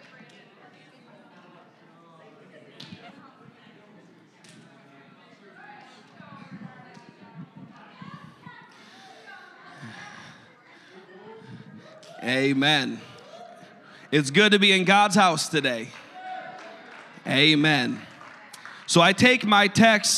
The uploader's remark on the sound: a service recording from Connect Point UPC